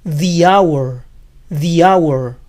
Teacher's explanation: La hora, hour, empieza con sonido de vocal, hour. No se pronuncia la H inicial, entonces the hour. · Term: H muda